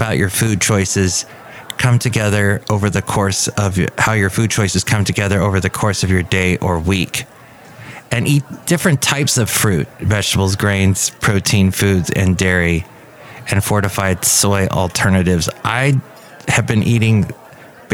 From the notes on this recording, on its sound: podcasts live from Café Anyway